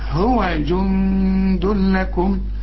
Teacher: النون اخفيها وغنها عشان الدال من حروف الإخفاء